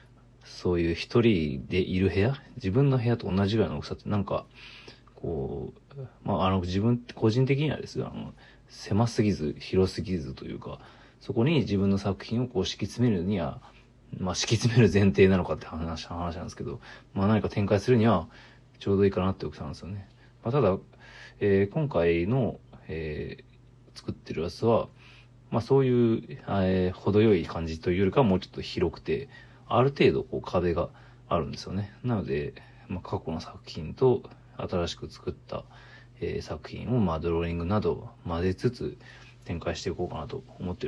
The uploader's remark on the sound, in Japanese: From Radiotalk。ボイスメモです。